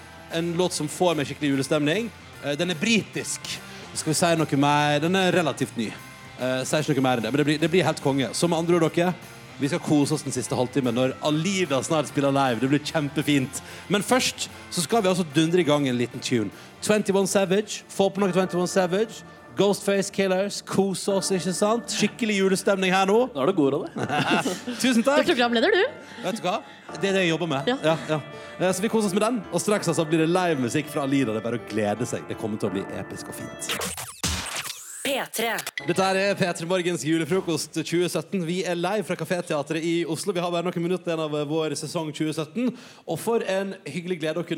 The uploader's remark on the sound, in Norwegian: Sesongavslutning med P3morgens Julefrokost live fra Cafeteateret på Grønland.